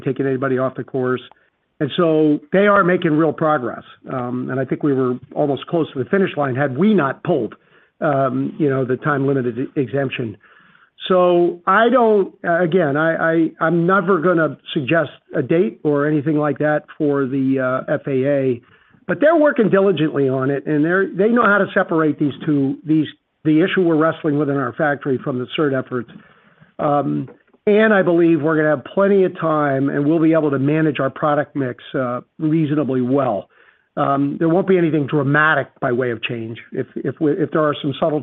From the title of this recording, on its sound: Q4 2023 Earnings Conference Call